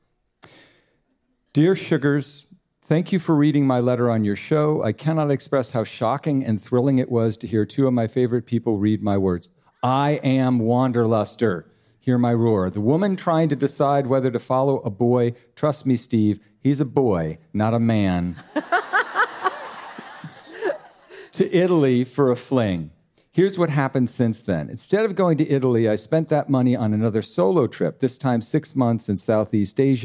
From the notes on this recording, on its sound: Dear Sugars returns to Portland, Oregon, for another raucous and uplifting live show. Ask the audience.